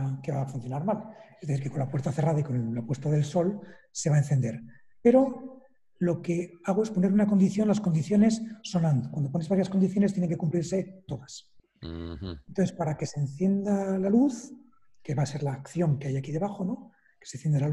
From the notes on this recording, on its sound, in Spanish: Audio del Webinar que grabamos el martes 21 de abril de 2020. Audio del Webinar que grabamos el martes 21 de abril de 2020.